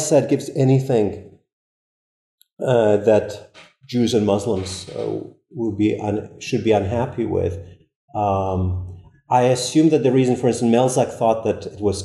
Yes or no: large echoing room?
yes